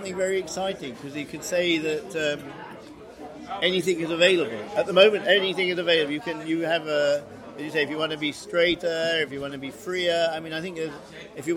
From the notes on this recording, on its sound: Recorded at Inntöne Festival, 14 August 2020